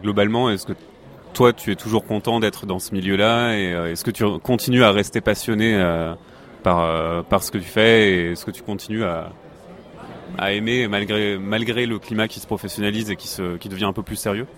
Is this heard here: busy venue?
yes